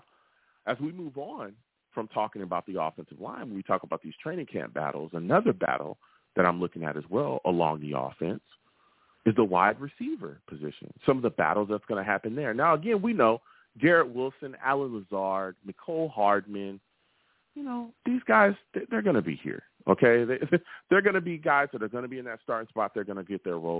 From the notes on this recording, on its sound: I take live callers!